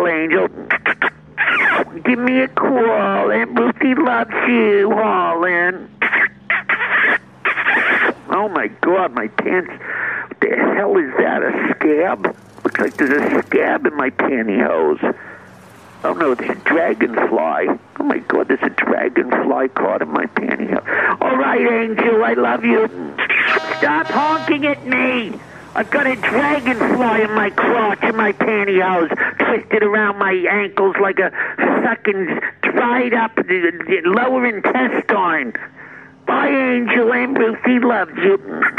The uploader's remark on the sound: A phone call